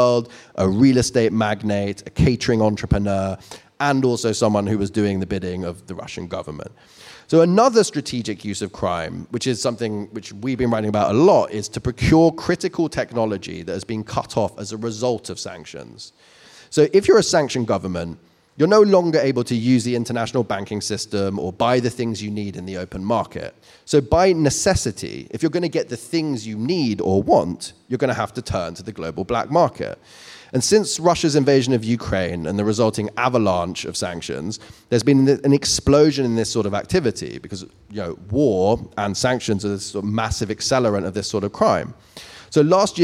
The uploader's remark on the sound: joined us live on-stage in Shoreditch